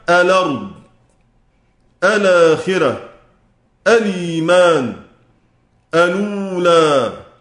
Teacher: بعد ما حركنا اللام بالنقل، نقلنا حركة الهمزة إليها